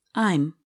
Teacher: In this contraction, the a sound in am is harder to hear. This happens because the speaker uses less force to say the vowel sound. · Term: weak forms